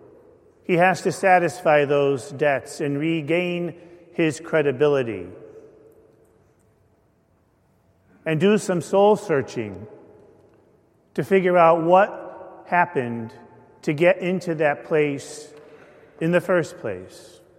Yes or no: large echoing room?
yes